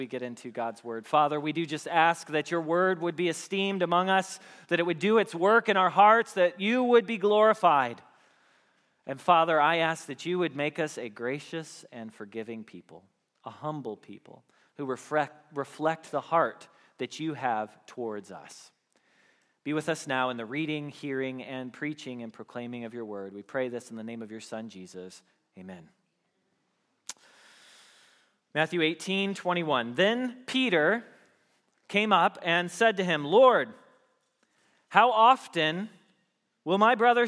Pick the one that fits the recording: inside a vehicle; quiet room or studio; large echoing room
large echoing room